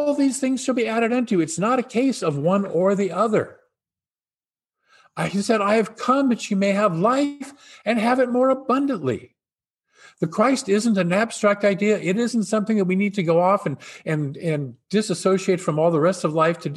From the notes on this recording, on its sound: Christmas Zoom Service Poem.